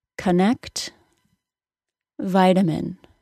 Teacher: schwa being pronounced as a short U sound is the first syllable of the word connect, or the second syllable of the word vitamin